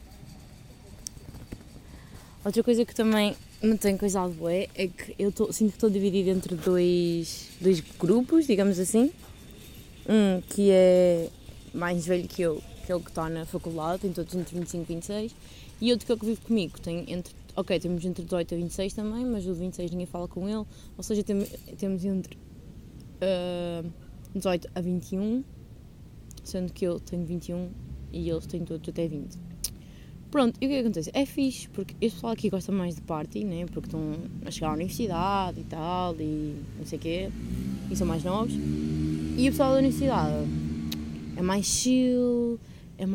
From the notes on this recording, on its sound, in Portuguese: Peço perdão pelo barulho de fundo